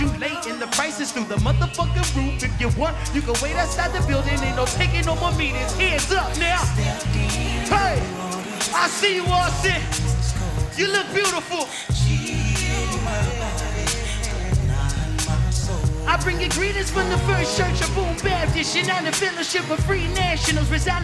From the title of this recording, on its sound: Live From NPR Music And SXSW 2016